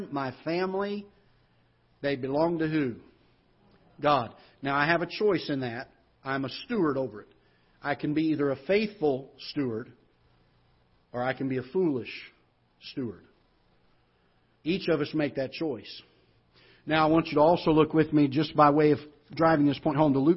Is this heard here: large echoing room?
yes